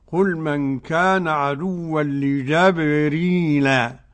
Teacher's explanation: وقرأ ابن كثير بفتح الجيم بدون همز